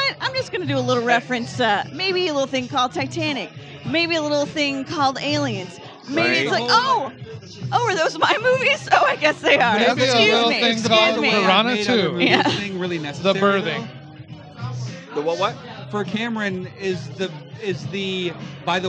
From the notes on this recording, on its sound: This live recording session comes from the Galway Bay tavern in Chicago. Enjoy the lively and live conversation!